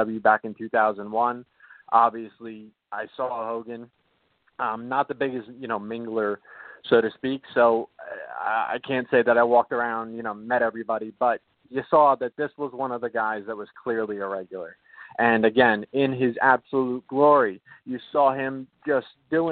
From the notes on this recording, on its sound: calls in to share love